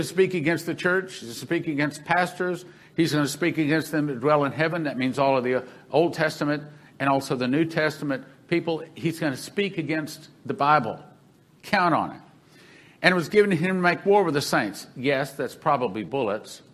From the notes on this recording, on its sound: This broadcast is the audio from the Sevenfold Miracle Crusade that was held in March 2021.